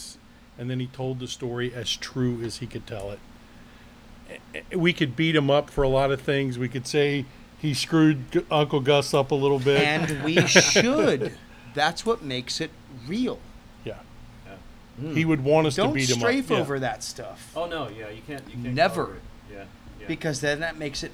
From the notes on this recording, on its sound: Our hosts had the honor of being able to record live at the Ernest Hemingway home and museum in Key West, Florida.